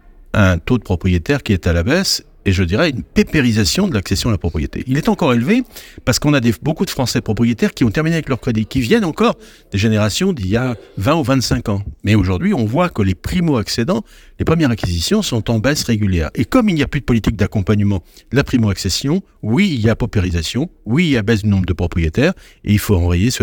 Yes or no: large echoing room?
no